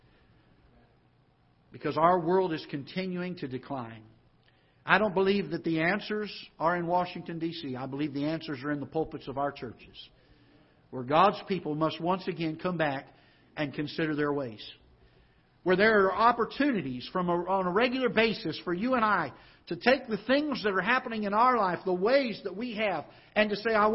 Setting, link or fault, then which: setting, large echoing room